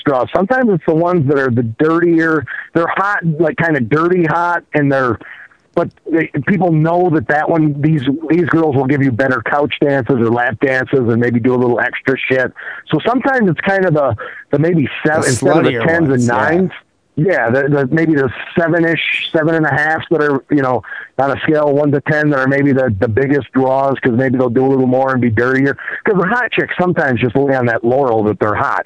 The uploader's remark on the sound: Phone calls.